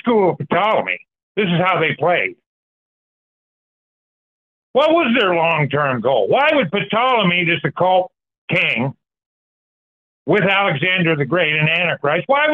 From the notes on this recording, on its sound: Sunday Call In Bible Study January 14, 2024